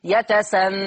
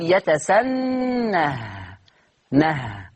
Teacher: هاء ساكنة يؤتى بها لبيان حركة الحرف الأخير · Shown in: second take · Term: هاء السكت